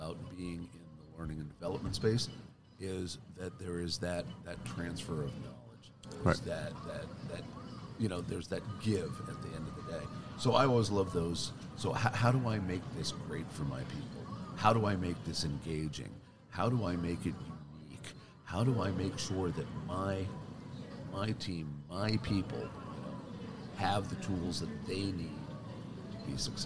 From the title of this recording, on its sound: Live from SHRM 2022